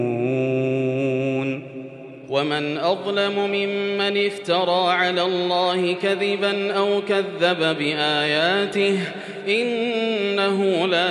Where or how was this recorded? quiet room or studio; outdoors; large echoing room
large echoing room